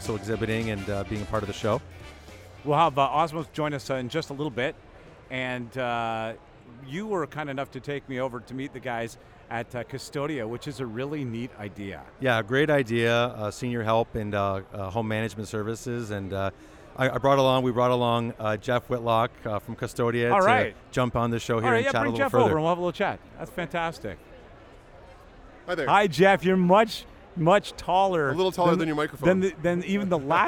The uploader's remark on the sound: Live from the floor of Toronto Franchise Expo 2019. Do a show live from the 2019 Toronto Franchise Expo.